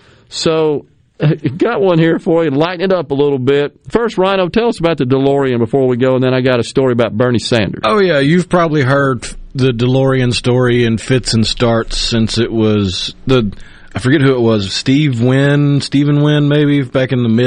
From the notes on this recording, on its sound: joins the conversation by phone